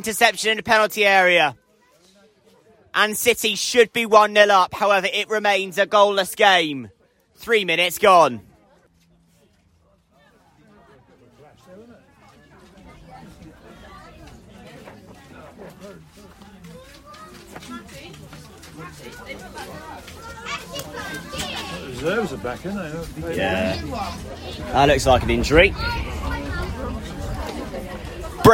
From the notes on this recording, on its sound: Live coverage from Exwick.